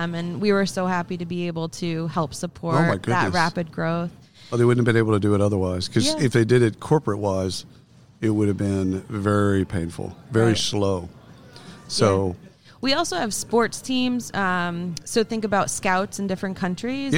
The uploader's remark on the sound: Live from SHRM 2022